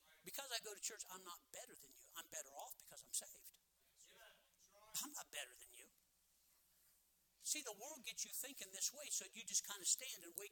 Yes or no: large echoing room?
yes